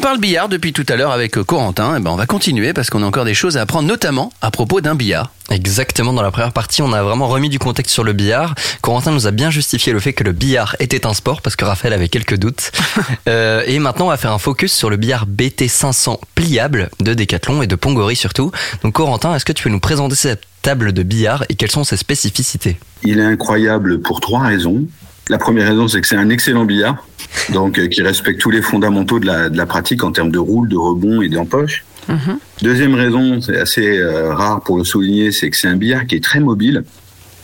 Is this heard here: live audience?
no